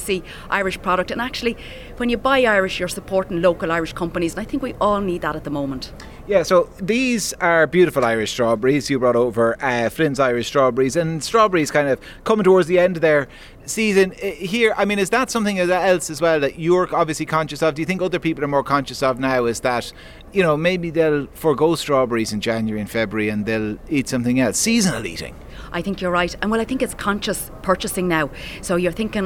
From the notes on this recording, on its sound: Live from The Ploughing Championships.